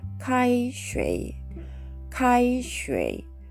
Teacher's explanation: 2つ目の文字は第3声ですので、低く沈む音になります。